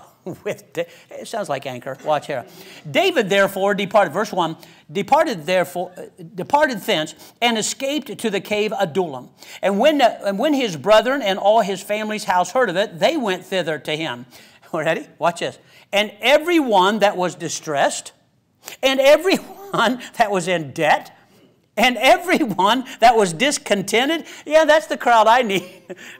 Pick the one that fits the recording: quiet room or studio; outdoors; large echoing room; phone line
large echoing room